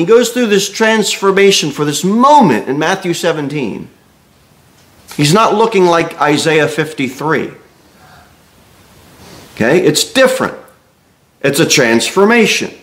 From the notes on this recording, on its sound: Sermon delivered at Pilgrim Baptist Church